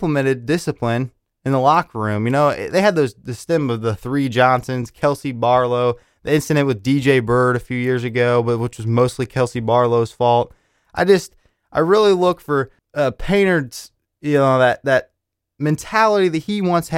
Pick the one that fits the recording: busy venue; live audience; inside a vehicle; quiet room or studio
quiet room or studio